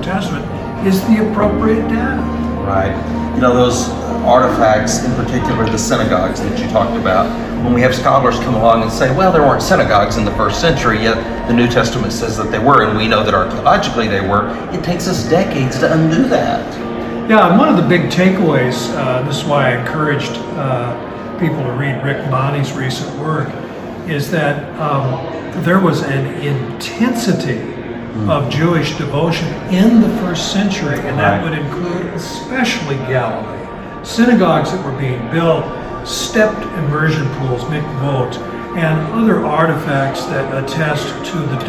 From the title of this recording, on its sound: at the ETS Conference